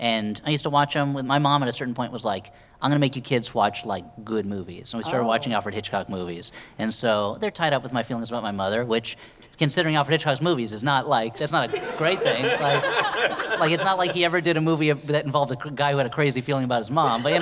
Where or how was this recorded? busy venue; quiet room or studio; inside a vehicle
busy venue